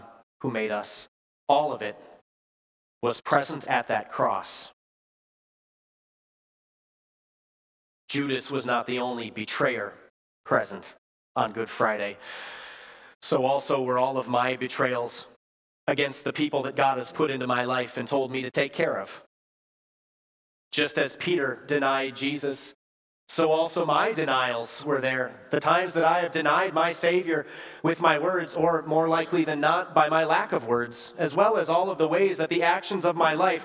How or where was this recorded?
large echoing room